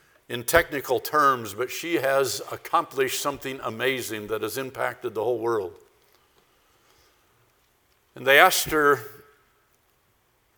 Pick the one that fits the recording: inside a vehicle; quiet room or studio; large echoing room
large echoing room